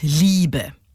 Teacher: die erste Silbe wird betont, gefolgt von einer unbetonten. Also zum Beispiel beim Wort Liebe. · Term: Trocheus